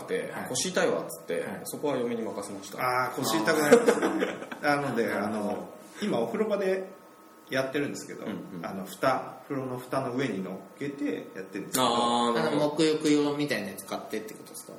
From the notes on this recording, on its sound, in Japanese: 今回は初のランチ収録